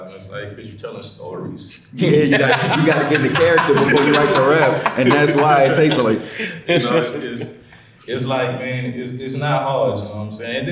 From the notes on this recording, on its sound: This week we're releasing the Panel part of BWT Live.